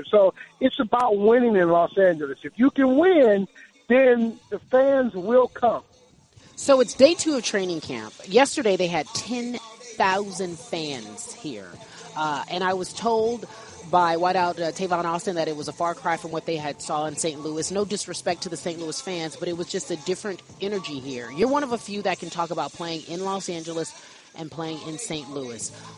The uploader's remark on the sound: Live From Rams Camp.